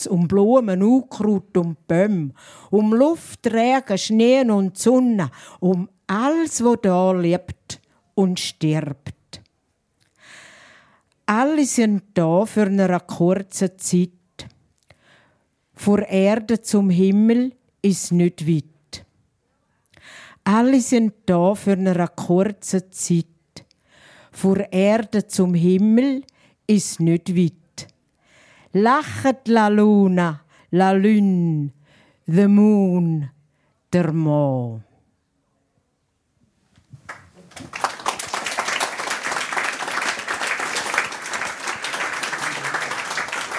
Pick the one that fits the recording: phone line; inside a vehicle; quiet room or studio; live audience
live audience